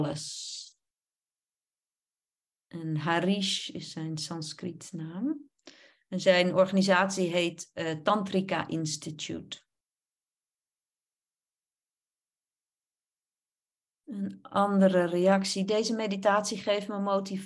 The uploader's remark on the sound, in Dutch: Opname webinar.